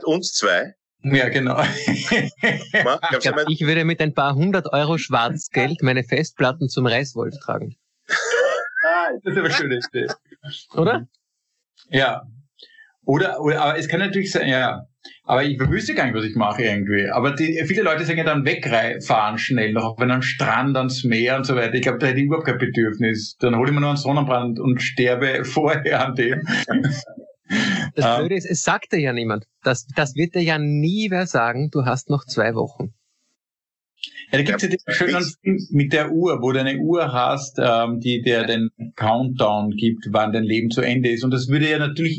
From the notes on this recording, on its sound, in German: indem sie einander via Skype am Abend beim Reden zusehen